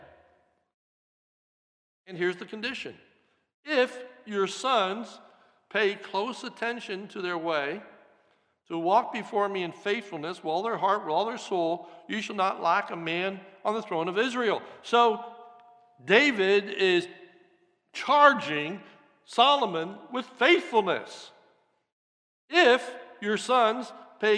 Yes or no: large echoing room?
yes